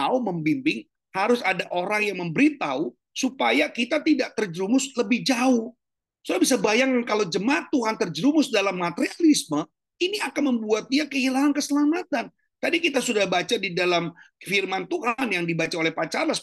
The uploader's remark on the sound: Audio Zoominar